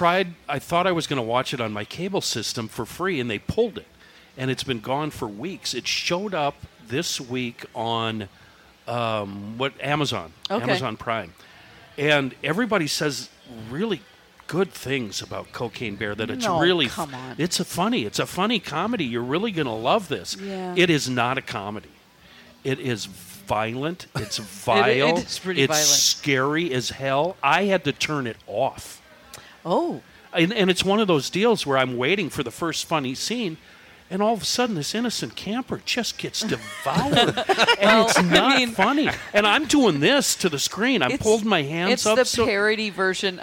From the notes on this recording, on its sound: Celebrating 2 years of Crabby Coffee from the Minnesota State Fair!